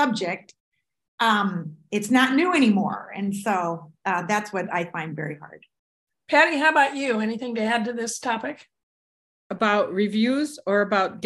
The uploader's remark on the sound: Last Monday's Zoom podcast with Beaverdale Books folks